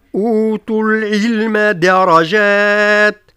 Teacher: أنبه إلى ضرورة بيان الكسرة متاع العين، لا نقول أوتوا العلم كأنها مفتوحة، لا أوتوا العلم درجات.